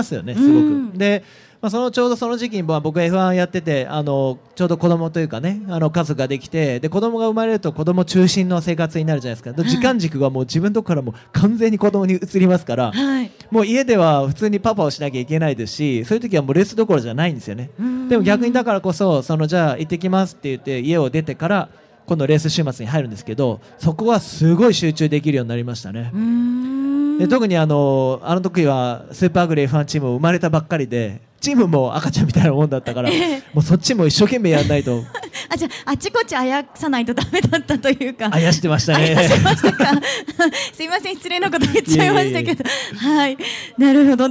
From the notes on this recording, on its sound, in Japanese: 今週はホンダレーシング・サンクスデーで行われた公開録音の模様をお届けしています。